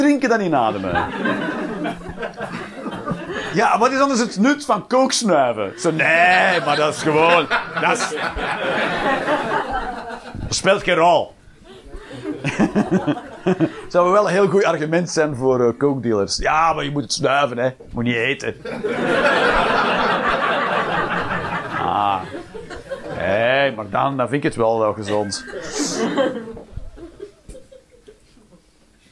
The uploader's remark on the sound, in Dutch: Live 17 Mei 2023, The Joker, Antwerpen